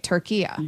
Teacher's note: It's a short A at the end, not the long A.